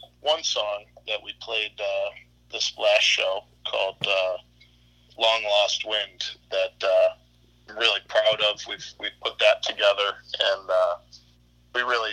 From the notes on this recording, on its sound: burnt the phone lines